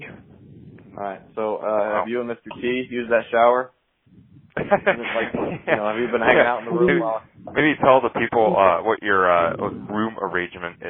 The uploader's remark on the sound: our first live caller